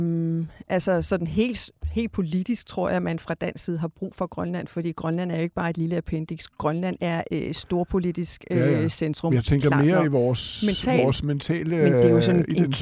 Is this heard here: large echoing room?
no